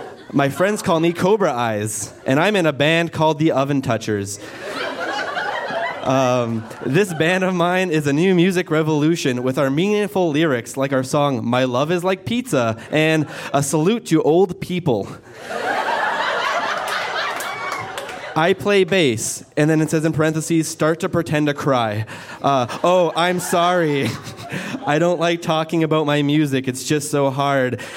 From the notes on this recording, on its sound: Recorded live at Fromagerie Elgin in Sudbury.